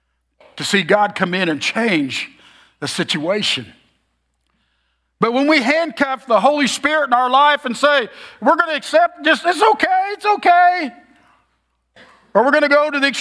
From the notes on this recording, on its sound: Message form 10 AM Worship Service on Febraury 25, 2024, at Oakton Church